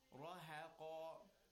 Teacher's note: the ha in between, mind you, is not a tafkhim letter, it's a tarqiq letter. So therefore, round your mouth, smile, and then round it back again.